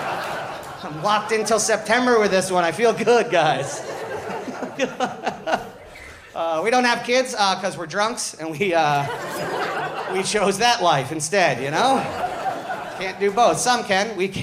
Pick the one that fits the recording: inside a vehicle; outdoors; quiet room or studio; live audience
live audience